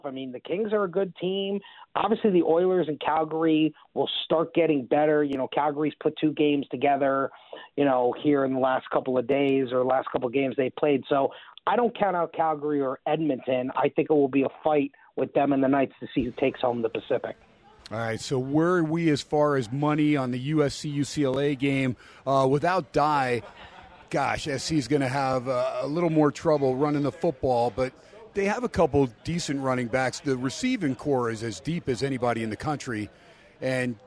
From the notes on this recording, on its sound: "Live" from Steiner's Pub in Las Vegas